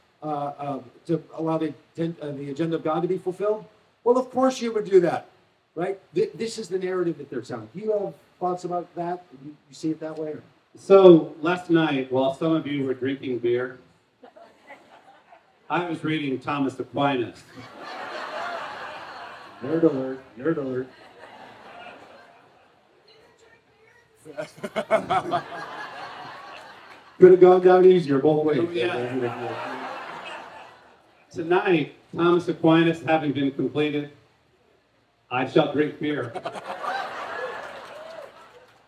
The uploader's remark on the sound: spoke at the Wild Goose Festival in North Carolina in July 2023